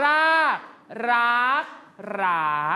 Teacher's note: คำตายคำนี้ไม่มีรูปวรรณยุกต์เลยแต่เป็นเสียงโทเหมือนกัน